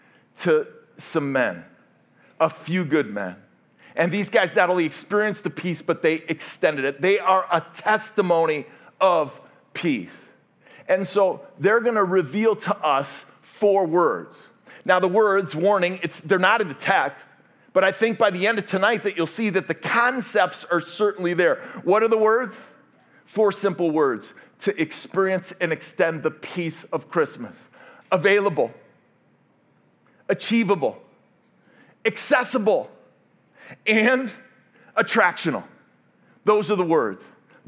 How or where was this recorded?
large echoing room